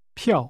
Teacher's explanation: Ticket is pronounced with a falling tone.